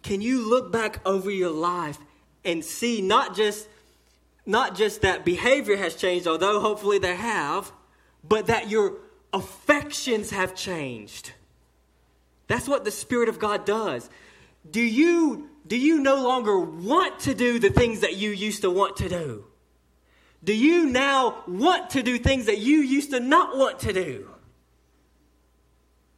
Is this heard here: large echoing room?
yes